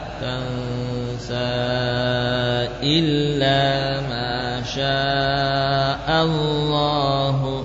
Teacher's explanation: Ketika kita wasolkan, kita sambungkan ya, sin panjangnya menjadi 4 ya.